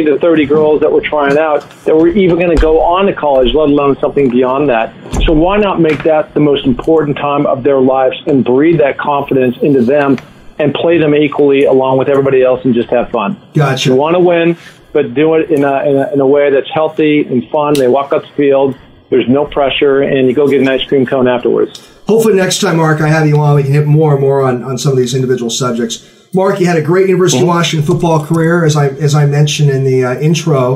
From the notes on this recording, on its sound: on the phone